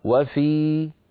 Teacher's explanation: لو وقفت على وفي أقول وفي بمقدار حركتين لا غير